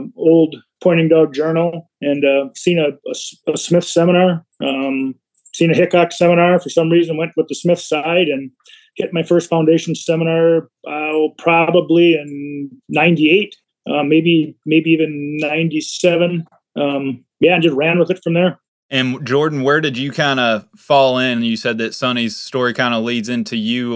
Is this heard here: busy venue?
no